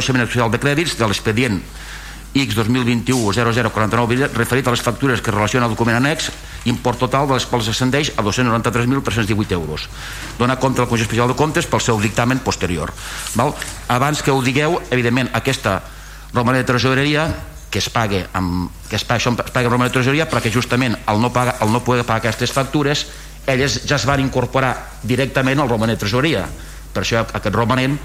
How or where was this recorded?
large echoing room